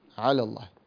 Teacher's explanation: العين تفترق عن الهمزة بأن الهمزة تخرج من أقصى الحلق والعين من وسط الحلق، فلما تنزل العين في وسط أقصى الحلق تصير همزة، فبدلا من أن تقول على الله تقول آل الله، وهذا لا يجوز.